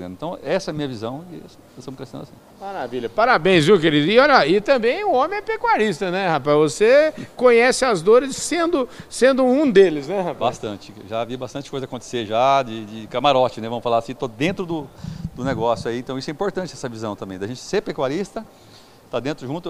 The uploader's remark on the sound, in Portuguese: Prosa boa gravada durante a Reunião Itinerante da ASBRAM, em Campo Grande.